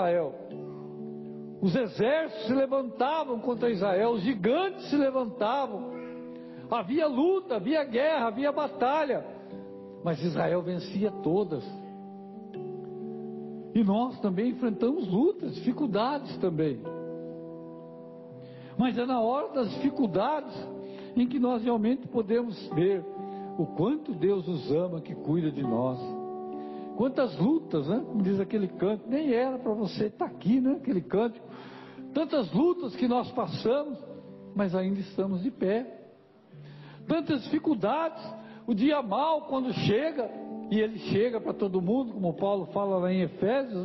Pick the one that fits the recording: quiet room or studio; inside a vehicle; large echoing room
large echoing room